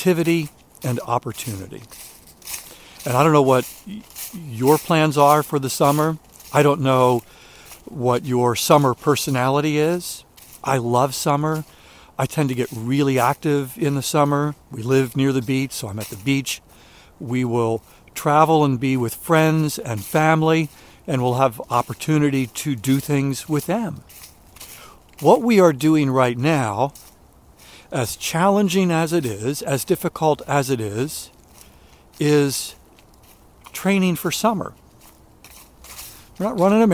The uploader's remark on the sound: During today's ten-minute walk.